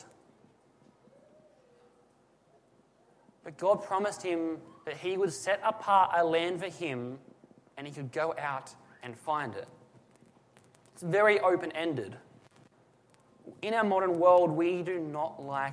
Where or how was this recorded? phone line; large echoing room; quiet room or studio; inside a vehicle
large echoing room